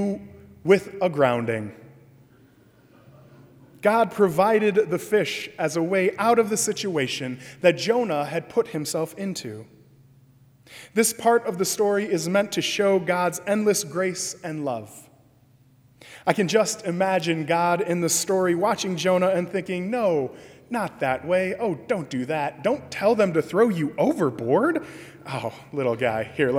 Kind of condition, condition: setting, large echoing room